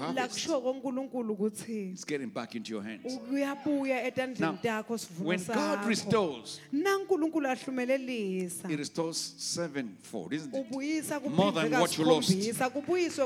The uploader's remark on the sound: Recorded Live at The Apostolic Hub